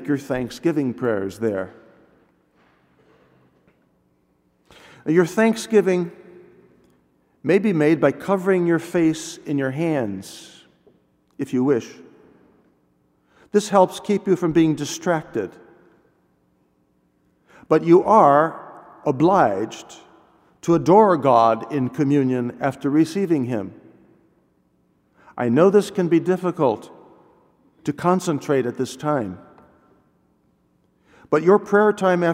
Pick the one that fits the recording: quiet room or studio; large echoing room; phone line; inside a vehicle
large echoing room